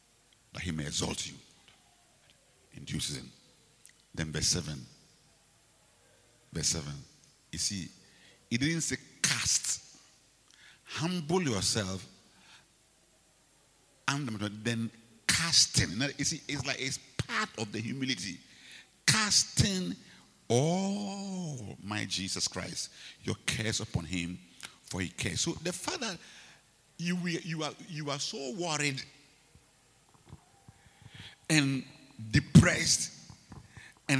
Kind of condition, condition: setting, large echoing room